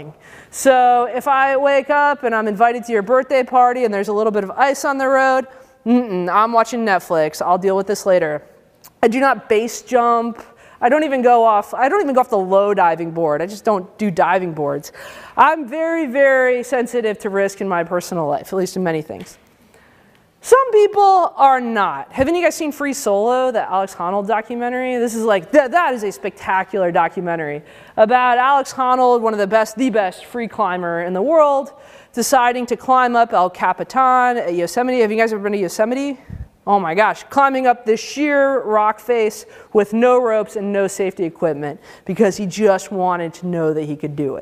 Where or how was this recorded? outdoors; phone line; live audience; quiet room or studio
live audience